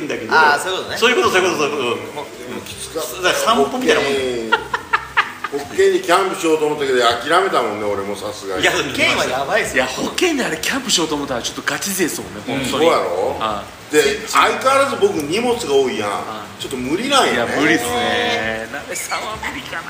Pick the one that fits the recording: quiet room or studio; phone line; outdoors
outdoors